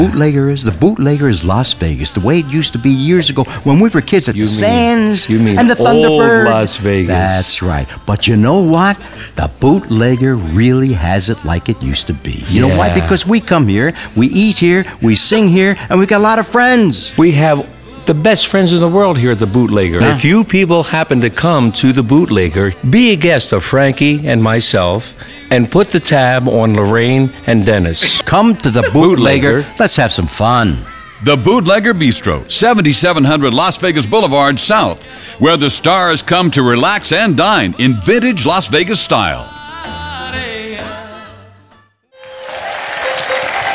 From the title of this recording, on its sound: Live at the South Point Casino 04-21-2017